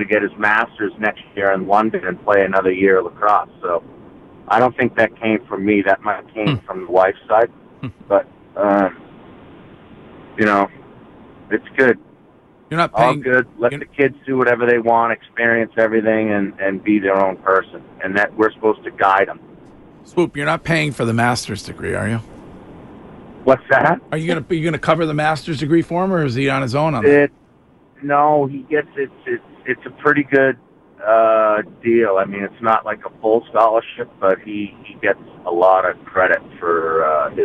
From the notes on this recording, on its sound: makes a surprise call into the show